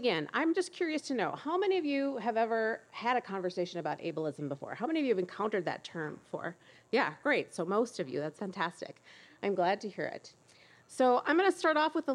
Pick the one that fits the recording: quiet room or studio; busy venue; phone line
busy venue